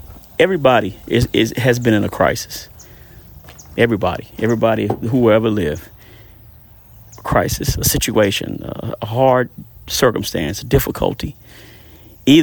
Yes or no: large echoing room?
no